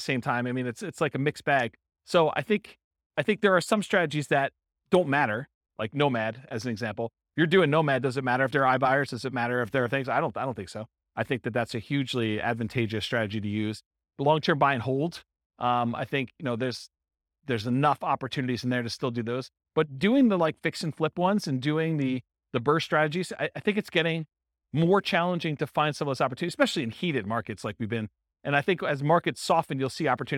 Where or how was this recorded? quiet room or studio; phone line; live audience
live audience